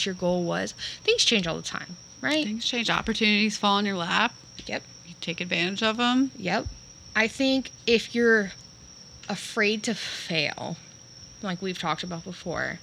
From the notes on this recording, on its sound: Coming at ya with another episode recorded in the great Florida outdoors!